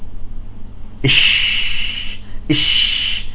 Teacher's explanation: إذن التفشي هو الانتشار، والصلاح انتشار صوت الشين داخل الفم، تمام، حتى يصطدم بالصفحة الداخلية للأسنان العليا، تمام. وحروفه هو حرف الشين، وواضح يعني تميزت يعني الشين بالتفشي. · إذن تمام، يزداد وينتشر، تفشى المرض ازداد وانتشر، والخارج معها فيتعدى مخرجها، تمام، حتى يتصل بمخرج الضاء، أي يصل لطرف اللسان، فيقال صوت الشين تفشى في الفم حتى اتصل بمخرج الضاء